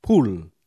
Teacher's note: Còn trong tiếng Anh Mỹ thì âm L đó, ở cuối âm thì phát rất rõ.